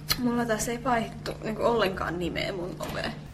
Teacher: Siis piste, joka on niin kuin se laskeva intonaatio.